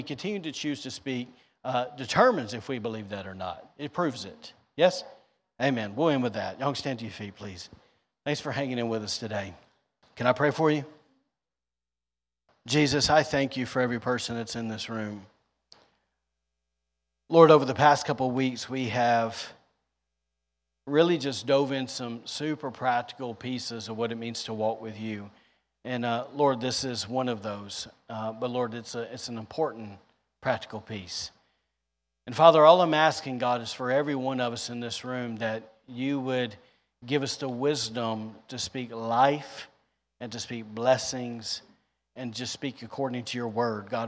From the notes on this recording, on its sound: was recorded on Sunday, July 31st, 2022, during service at The Anchor Church in Rockport, Maine